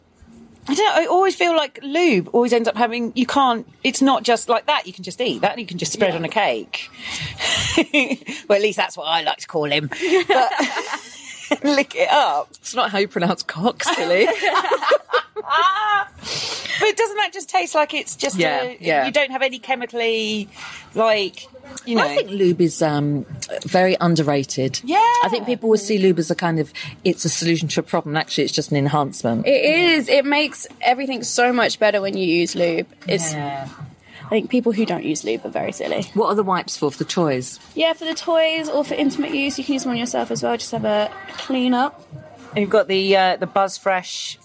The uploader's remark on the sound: Upstairs in a Brighton sex shop. This podcast was recorded before lockdown in England.